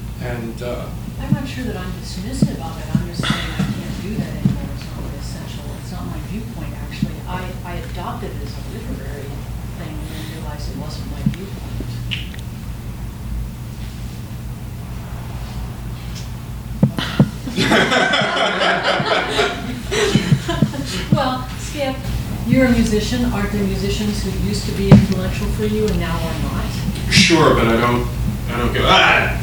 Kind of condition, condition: setting, live audience